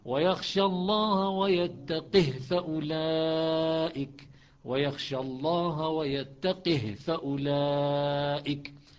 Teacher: ينقل كسرة الهاء إلى القاف وسكون القاف إلى الهاء ويسكن الهاء ويكسر القاف